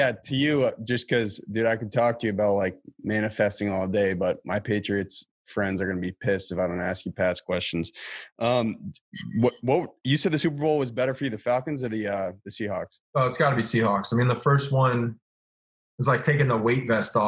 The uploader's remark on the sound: This week, we sat down over Zoom